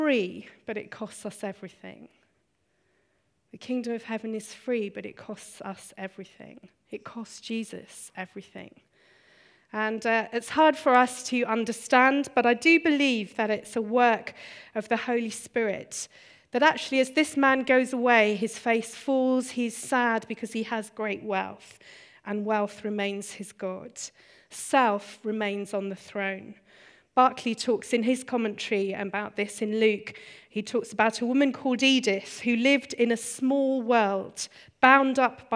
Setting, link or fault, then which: setting, live audience